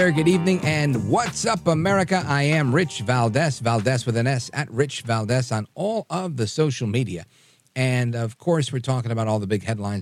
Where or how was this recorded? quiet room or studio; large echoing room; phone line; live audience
phone line